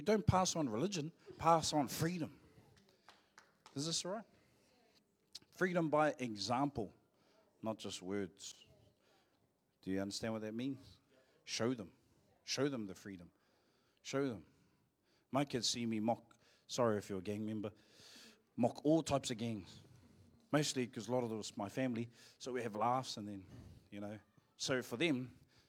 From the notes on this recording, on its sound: Live from IwiTapu Destiny Church Hawkes Bay